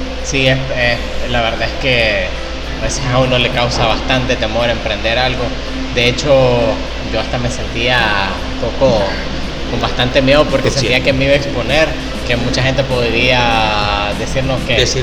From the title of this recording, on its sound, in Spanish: Oh! Café en el Festival Centroamérica de Café.